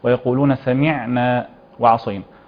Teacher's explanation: العين يا مولانا من صفاتها الثابتة صفة التوسط